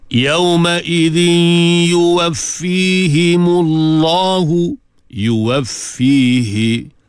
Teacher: dengung idgham ma'al gunnah, tanwin bertemu dengan ya